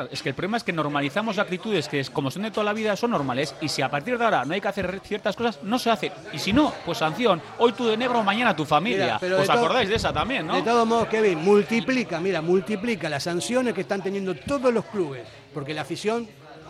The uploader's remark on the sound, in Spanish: Hoy montamos una mesa redonda de periodistas (muy movida) en el Ein Prosit